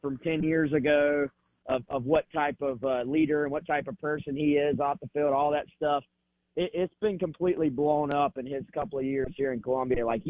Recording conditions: phone line